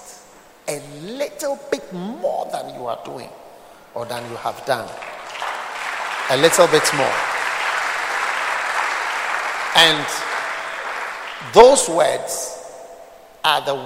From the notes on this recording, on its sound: Preached at the Art of Shepherding Conference, Accra.